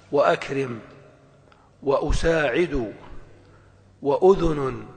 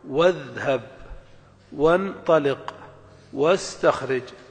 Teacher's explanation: قال المصنف: ونميز بين همزة الوصل وهمزة القطع بوضع حرف قبلهما كالواو، فإن نطقنا بالهمزة فهي همزة قطع، ك وأكرم وأساعد وأذن، وإن لم ننطق بالهمزة فهي وصل